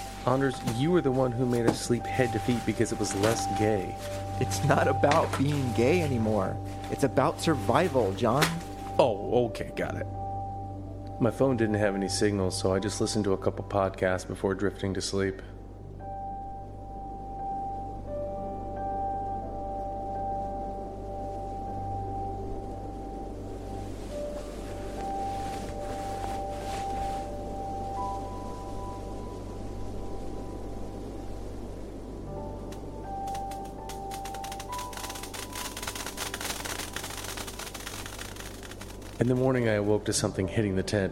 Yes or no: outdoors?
yes